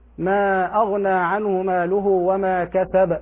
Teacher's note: يبالغ في القلقلة حتى تبلغ رتبة الحركة · Term: المبالغة في القلقلة